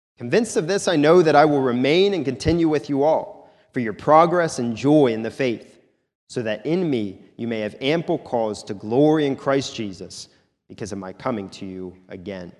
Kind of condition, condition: setting, large echoing room